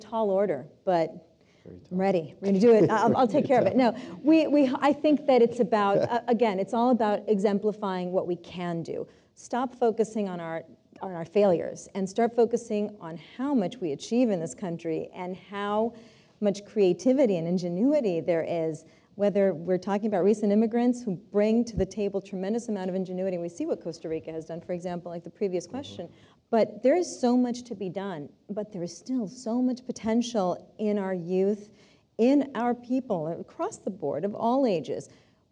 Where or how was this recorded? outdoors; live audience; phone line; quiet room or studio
live audience